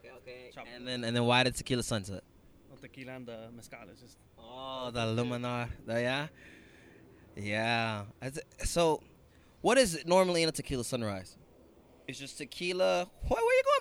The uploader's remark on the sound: Live Elegant Bliss Launch Party!